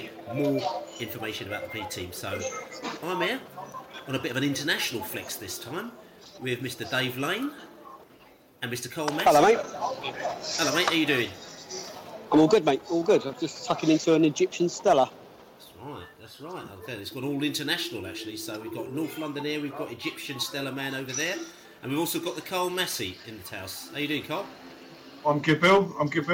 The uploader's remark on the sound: at the B team match against QPR at their training ground in Harlington